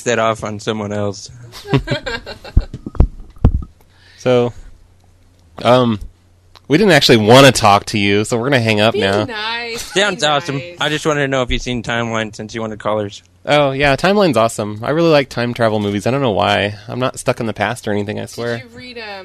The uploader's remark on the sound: Prank Phone Calls